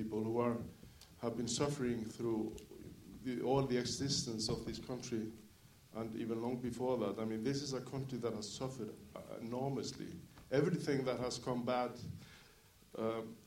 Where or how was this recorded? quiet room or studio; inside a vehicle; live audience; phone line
live audience